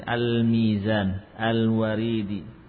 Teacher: Tepi depan dengan gusi al. Nah, bila huruf lam sukun ini pada al bertemu dengan huruf-huruf bibir, yaitu apa? Ba, mim, wawu, dan fa, maka dibaca jelas · Term: izhar